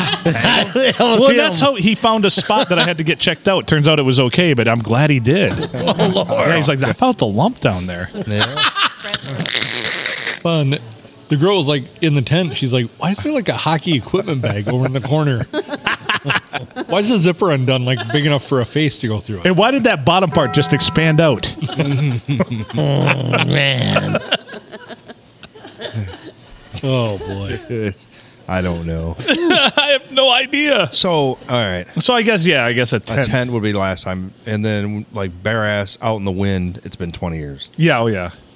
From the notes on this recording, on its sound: Recorded at the Rustic Tavern on Sunday Funday.